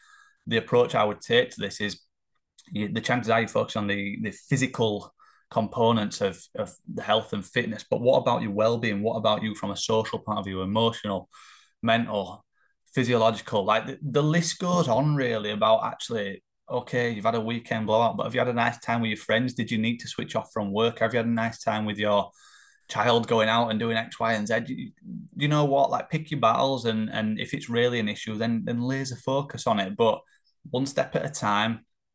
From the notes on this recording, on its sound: This was done as a Zoom meeting (AKA Confidence Call) in front of some of the team which also gave them the opportunity to ask anything if they saw fit.